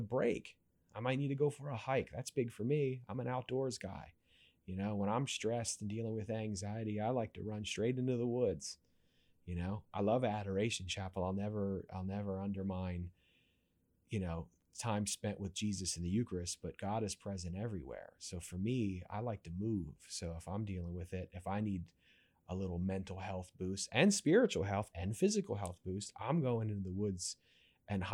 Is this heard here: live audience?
no